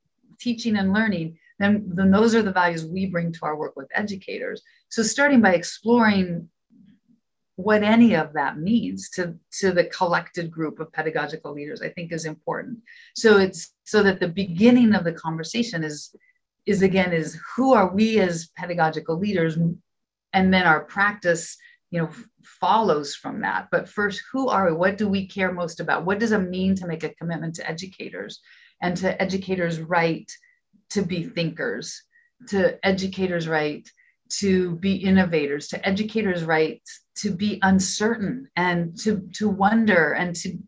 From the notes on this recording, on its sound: This conversation was taken from a live virtual event, and some parts have been edited to make your listening experience more comfortable.